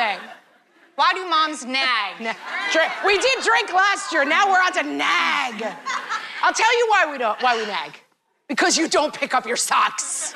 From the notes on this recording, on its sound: This episode contains excerpts from our latest What Fresh Hell Live! Show, performed at the Chappaqua Performing Arts Center in Chappaqua, NY.